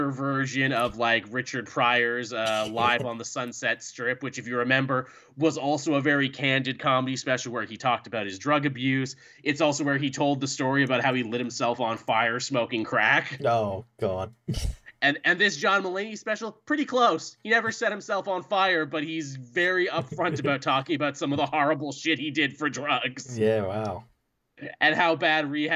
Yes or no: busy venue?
no